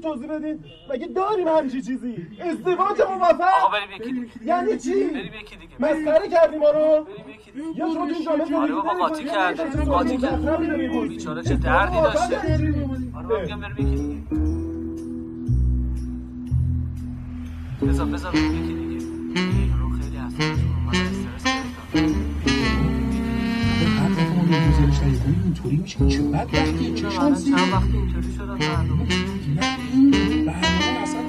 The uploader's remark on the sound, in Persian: اجرای زنده موج قهقهه، قسمت 6.